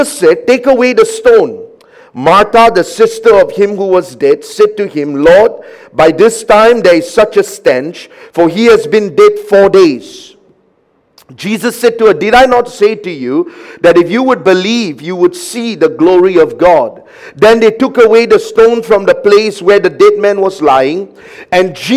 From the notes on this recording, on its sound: A message preached during our Tuesday Evening service